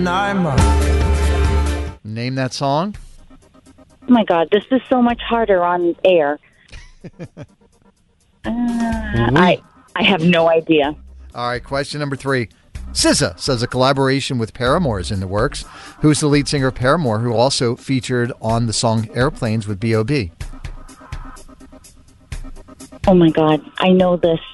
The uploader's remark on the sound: listeners called